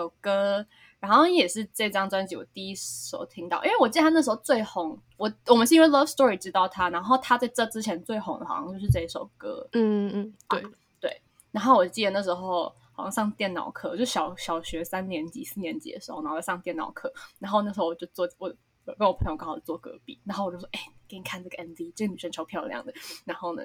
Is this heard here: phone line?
no